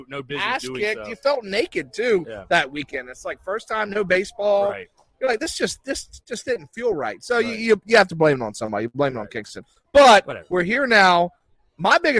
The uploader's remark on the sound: LIVE From Halls Chophouse Columbia